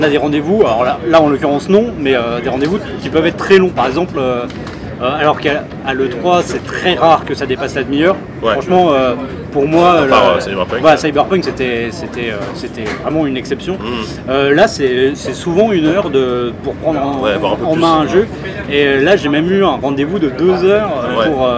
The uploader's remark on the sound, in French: Pré-Gamescom 2018 (enregistré dans le train).